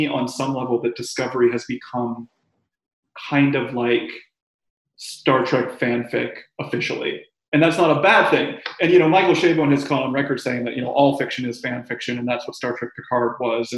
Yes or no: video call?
yes